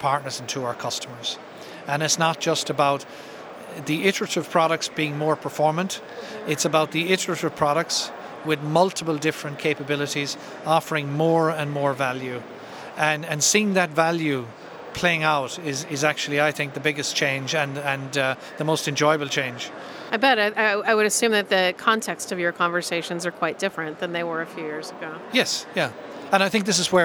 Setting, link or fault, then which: setting, busy venue